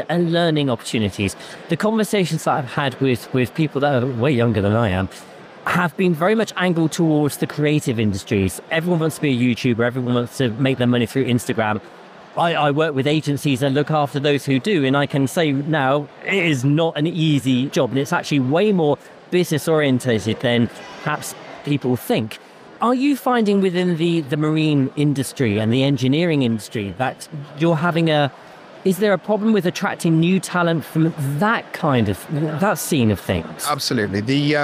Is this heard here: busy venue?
yes